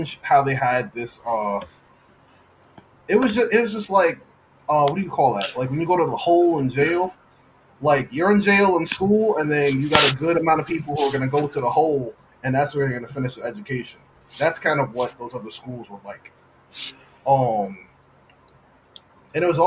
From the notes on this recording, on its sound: We do aoologize for the audio quality, it seems we had an issue with wifi. Still getting adjusted to quarantine podcasting.